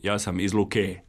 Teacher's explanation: na naglasnoj razini da ljudi kažu ja sam iz Luke, dakle, sa dugosilaznim.